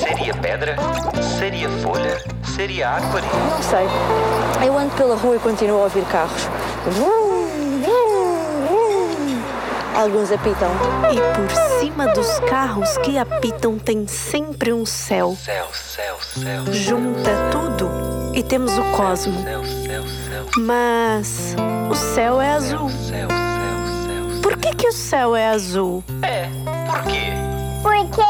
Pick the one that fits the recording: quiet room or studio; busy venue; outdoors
outdoors